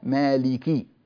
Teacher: نكسر الكاف ونوضح كسرتها من غير مبالغة